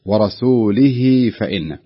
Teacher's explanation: بعد الهاء يكون هناك كسرة مشبعة قريبة من الياء